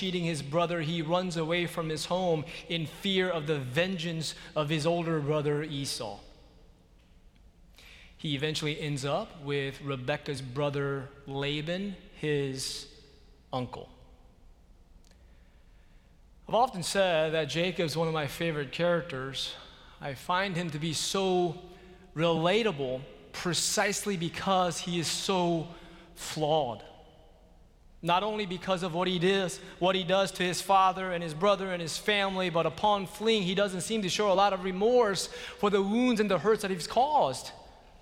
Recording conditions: large echoing room